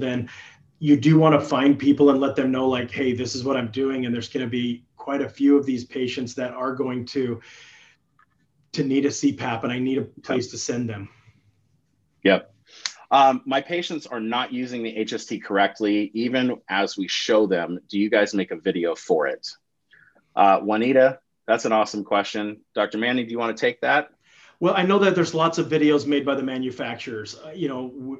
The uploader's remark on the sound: During this live interactive webinar